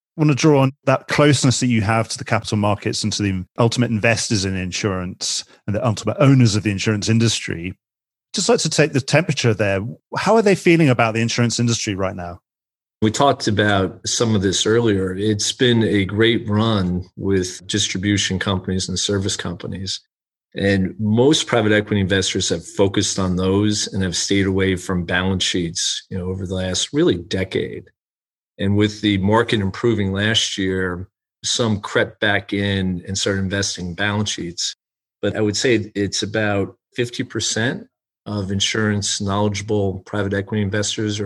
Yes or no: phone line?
no